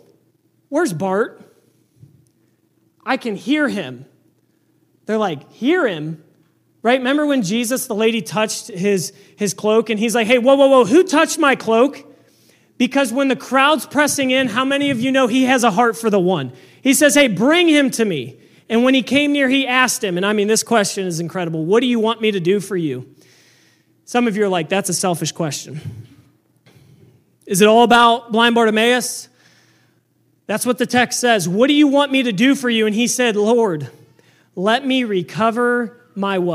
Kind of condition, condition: setting, large echoing room